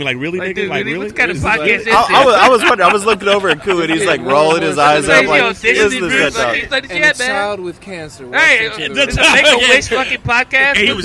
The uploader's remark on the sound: On location at WareHouse Live, Houston Texas on November 4th, 2014.